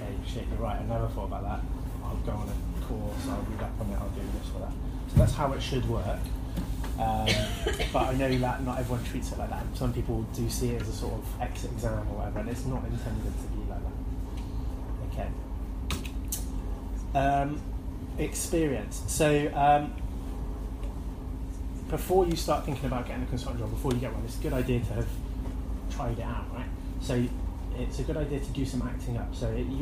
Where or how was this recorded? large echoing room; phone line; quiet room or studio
large echoing room